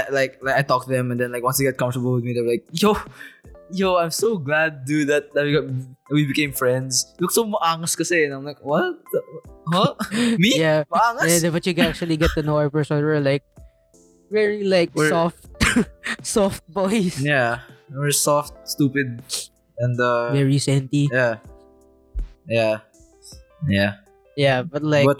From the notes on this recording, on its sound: Season 1 is a poorly recorded audio journal